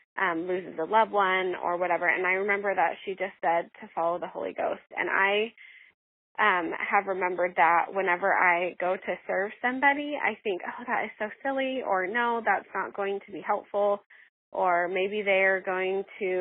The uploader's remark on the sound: For this episode, I asked several listeners to share something they have learned listening to the podcast. Who called in to share their insights.